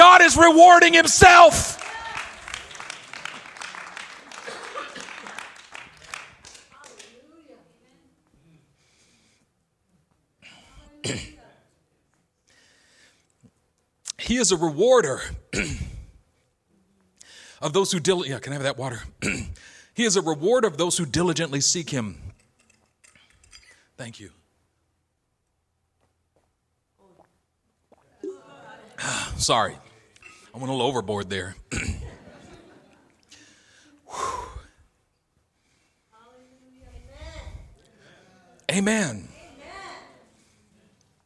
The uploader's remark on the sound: A message delivered in our El Cerrito campus